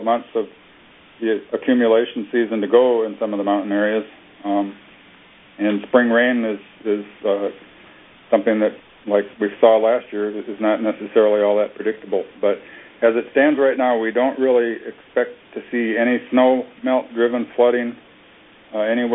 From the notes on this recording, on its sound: Twice monthly conference calls